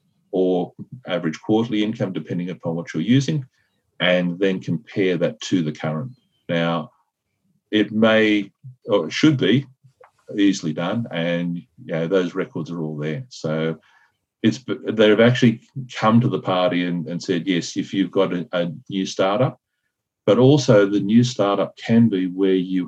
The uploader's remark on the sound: Welcome to a live recording of the Martial Arts Media business podcast. We are doing this via Zoom, we are doing this as a live session. Look, so we did the session live in our Partners group, where we work with school owners on marketing and so forth.